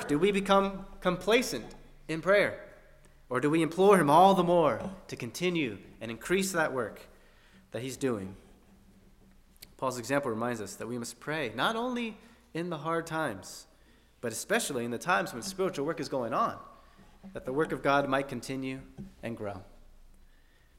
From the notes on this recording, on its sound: at First Baptist Church in Delphi, Indiana